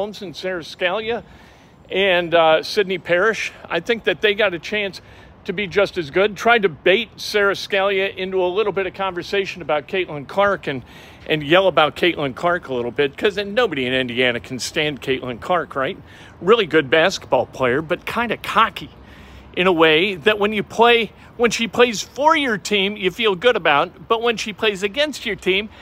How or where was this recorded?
busy venue